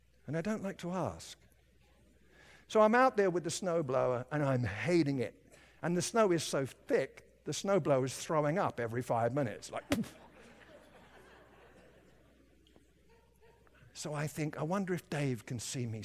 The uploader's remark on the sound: At Timberline Church - Audio. Live.